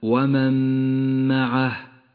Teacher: قوله تعالى ومن معه النون الساكنة لا تلفظ لذلك لونت بالرمادي والميم تشدد وتغن بمقدار حركتين · Term: الإدغام بغنة